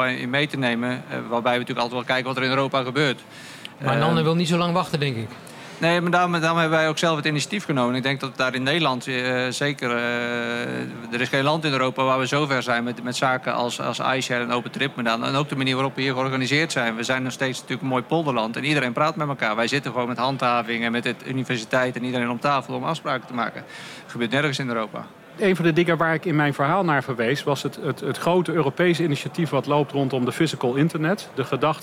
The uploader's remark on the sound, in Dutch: Deze podcast, opgenomen tijdens de vakbeurs Logistica – ICT & Logistiek, geeft een deel van de antwoorden.